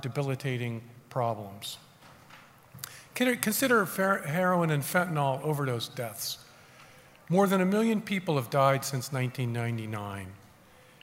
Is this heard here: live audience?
yes